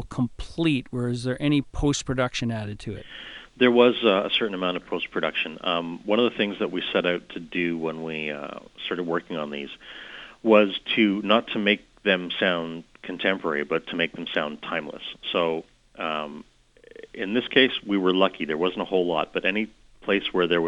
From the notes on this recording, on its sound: on the phone